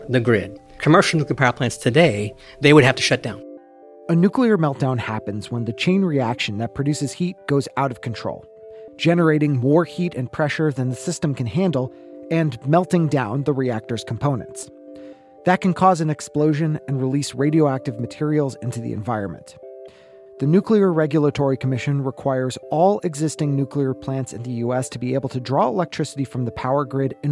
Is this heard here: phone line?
no